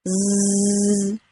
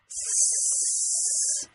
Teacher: The Z sound should vibrate, meaning it is voiced, and the S sound should not, meaning it is unvoiced. We call the Z sound, S sound, a voiced, unvoiced pair.